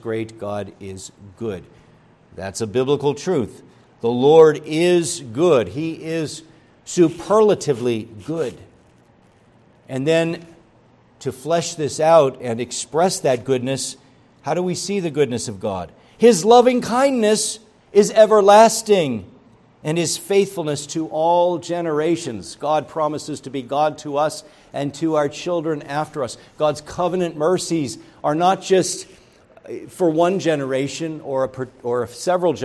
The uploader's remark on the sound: preached at Grace Orthodox Presbyterian Church in Sewickley, PA, during the evening Worship Service on Sunday, May 14, 2023